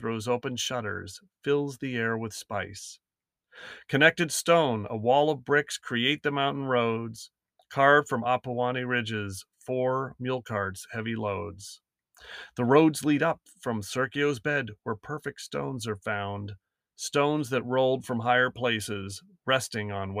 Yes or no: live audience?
no